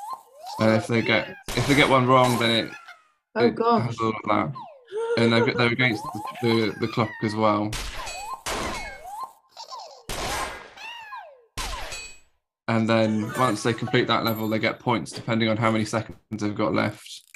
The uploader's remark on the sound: This episode is the recording of an online CPD session. It was a show and tell CPD session in which 7 people (including myself) presented our favourite games to play in MFL lessons.